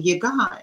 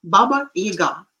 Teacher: the stress is falling on the first syllable, which is wrong · Shown in: first take